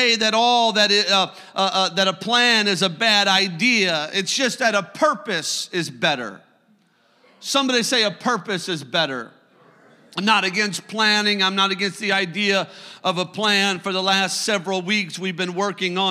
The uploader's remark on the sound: You are listening to a service recording from Connect Point UPC!